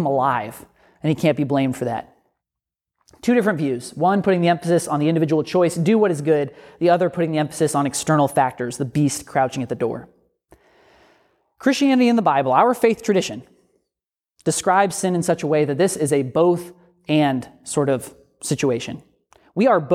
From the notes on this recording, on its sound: A sermon from Grifton United Methodist Church